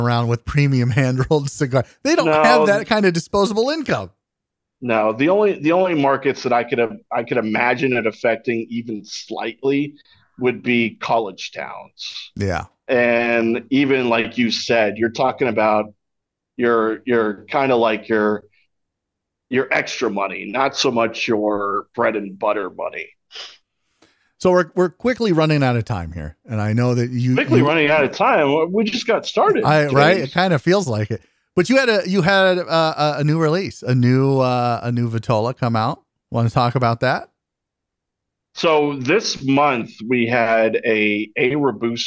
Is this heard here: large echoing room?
no